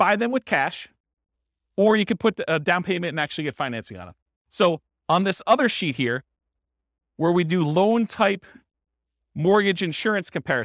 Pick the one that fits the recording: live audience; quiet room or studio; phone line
live audience